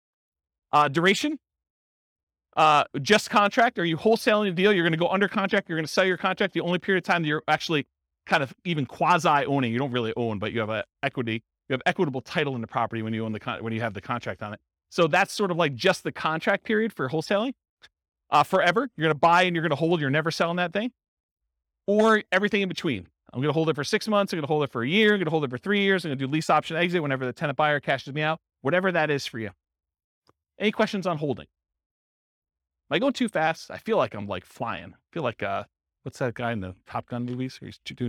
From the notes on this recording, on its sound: This was a live class recorded